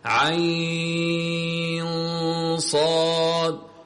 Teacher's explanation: يجوز في حرف العين التوسط، يعني تمد أربع حركات في العين مثل كاف ها يا عين صاد عين صاد، وتقدر هذه أربع حركات وتقدر تمد ست حركات.